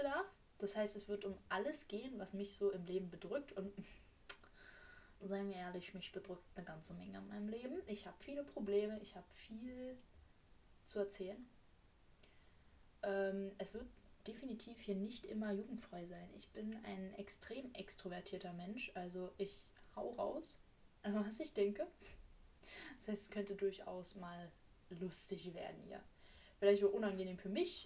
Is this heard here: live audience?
no